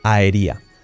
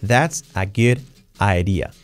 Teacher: Idea con la D, pero la D entre vocales es una re suave